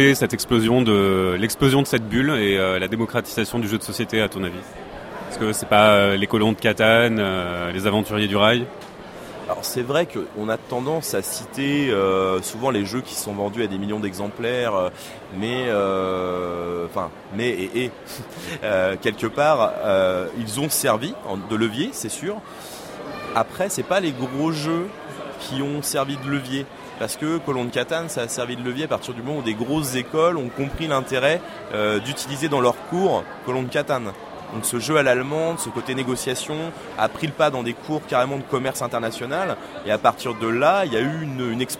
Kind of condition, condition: setting, busy venue